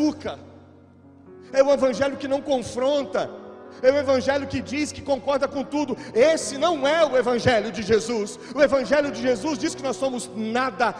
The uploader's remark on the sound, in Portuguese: Gravado ao vivo na igreja.